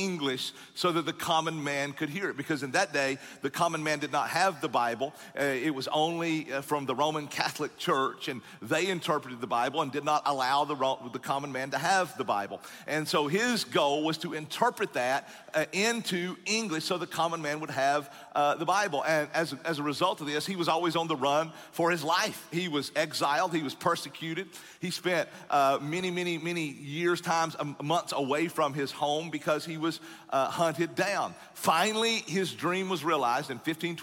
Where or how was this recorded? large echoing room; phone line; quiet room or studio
large echoing room